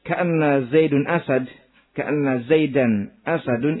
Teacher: Dengan sebab masuknya kaf, hamzahnya yang tadinya kasrah menjadi fathah.